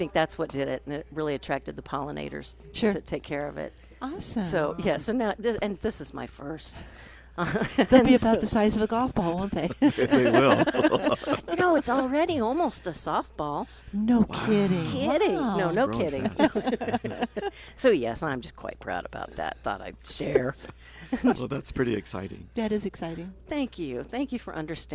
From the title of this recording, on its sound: live from Prairie Gardens